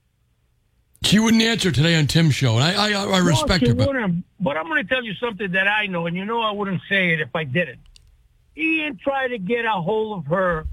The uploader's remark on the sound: Then they take calls from the audience